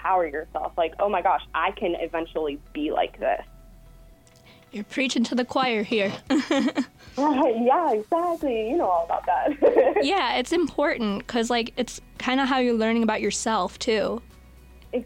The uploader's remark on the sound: joined on the phone